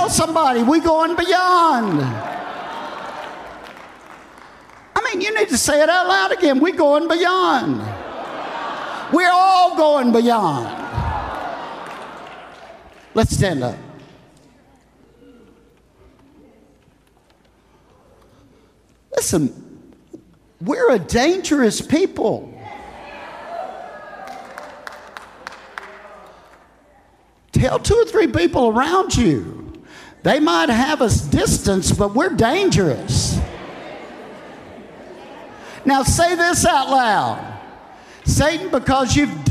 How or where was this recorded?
live audience